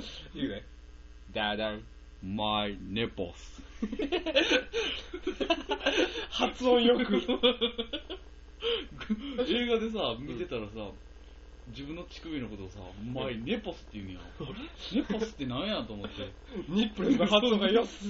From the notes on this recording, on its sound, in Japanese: 雑音が少しうるさいですが、すみません。。。もうマイク替えますんで。。。